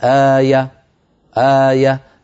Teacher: فيكاد السامع آخر ما يسمع ياء مفتوحة